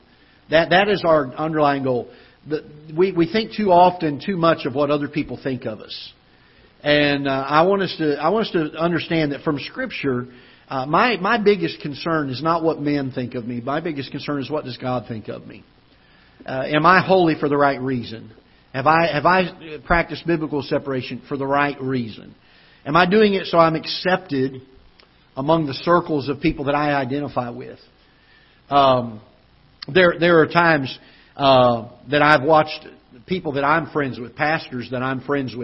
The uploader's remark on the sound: Ketha Heights Baptist Church ~ Live Broadcast